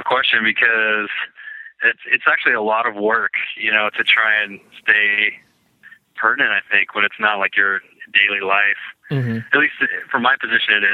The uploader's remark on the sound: over the phone